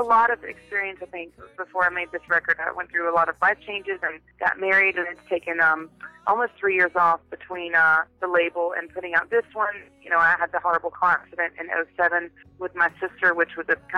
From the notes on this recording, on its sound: We caught up with her over the phone